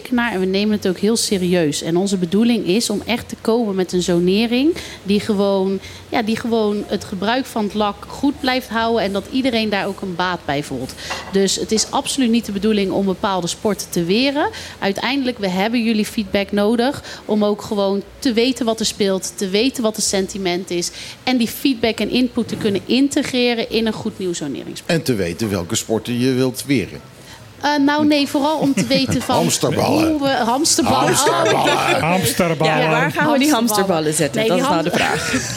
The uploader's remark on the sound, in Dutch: In het radioprogramma dat elke zaterdag middag live vanuit club Trocadero wordt uitgezonden.